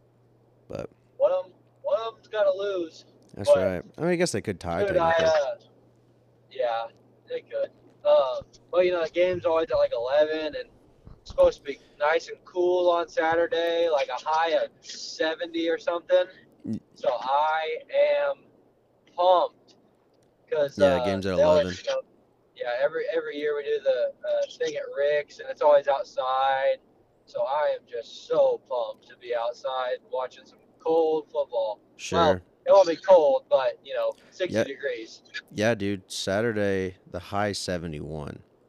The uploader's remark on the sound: Is driving home from a memorable deer hunt.